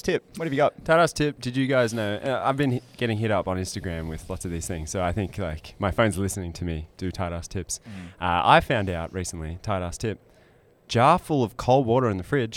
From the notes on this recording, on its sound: Live From Accountex. We sit down in the caravan of fun.